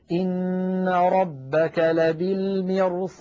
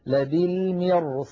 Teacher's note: وبعدها صاد مفتوحة، والصاد كما مر معنا من حروف خص صادات، فالراء تتفخم تأثرا بجارتها الصاد المفخمة